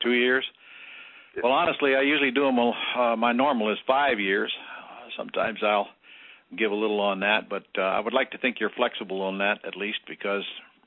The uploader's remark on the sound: Q&A Call